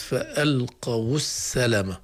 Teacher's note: فاضطررنا إلى تحريك الواو الساكنة بحركة عارضة، وأنسب حركة للواو هي الضمة، فصارت فألقوا السلمة وهكذا.